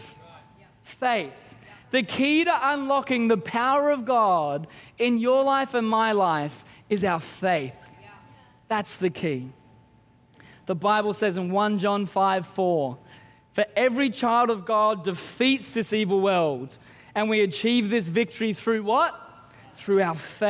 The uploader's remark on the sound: Christmas At C3 Powerhouse. Recorded during our 9am service on Sunday, the 17th of December 2023.